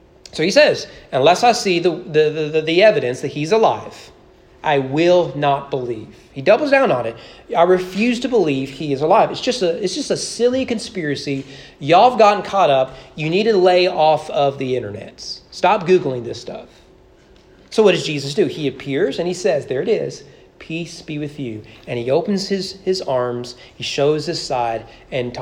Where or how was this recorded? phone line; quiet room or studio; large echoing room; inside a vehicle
large echoing room